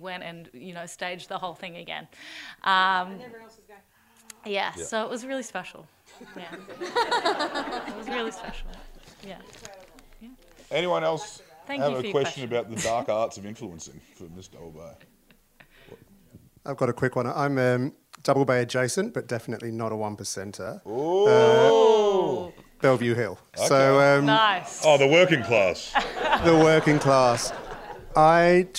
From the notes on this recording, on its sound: Live From SXSW Sydney. Recorded on stage at the inaugural South By Southwest (SXSW) Festival in Sydney. Give the crowd a brief run down of their media careers thus far.